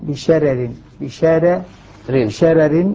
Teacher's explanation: يرقق أهل الأداء عن ورش الراء الأولى من قوله تعالى إنها ترمي بشرر بشرر بشرر شرر رقق الأولى الراء الأولى منها.